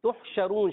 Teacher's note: ہا ادا ہوتا ہے حلق کے درمیان والے حصے سے، عرف حلقی میں سے۔ · وسط زبان، وسط تالو، شین ادا ہوتا ہے، اور اس میں ایک صفت پائی جاتی ہے جس کو کہتے ہیں تفشی